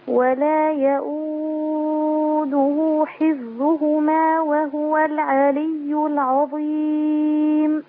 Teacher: اظهري همس ورخاوة الفاء حفظهما